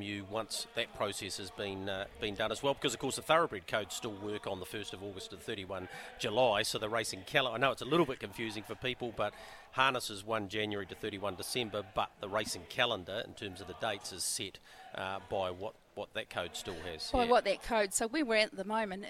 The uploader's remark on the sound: Trots Talk Karaka OB. At the Karaka sales.